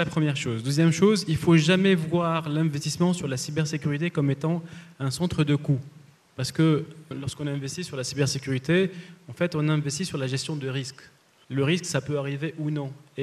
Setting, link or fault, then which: setting, busy venue